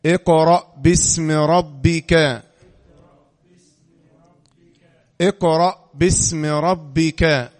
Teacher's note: همزة وصل تسقط وصلا